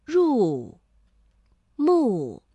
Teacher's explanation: 我们会感受到这个入啊并没有从五降到一 · Term: 连接变调